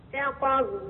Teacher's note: أدغم الدالة في الضاد لورش